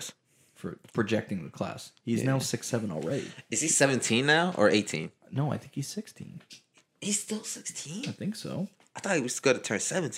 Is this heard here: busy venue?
no